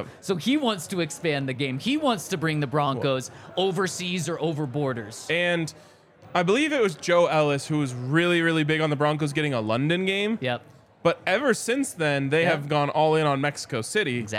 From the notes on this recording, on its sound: LIVE from the DNVR Bar.